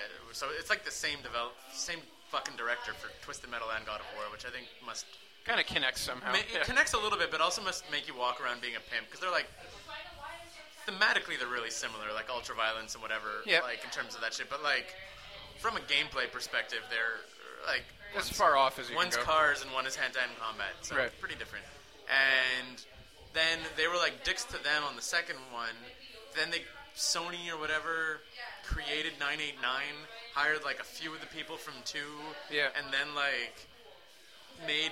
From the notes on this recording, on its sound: By which I of course mean the back of Grumpy’s. The charming backround noise of our favorite bar in town. Those people next to us seemed really nice, although, when we started recording, they just seemd to get louder.